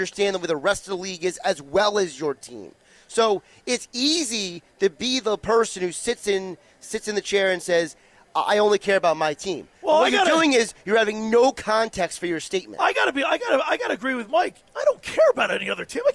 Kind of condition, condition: setting, busy venue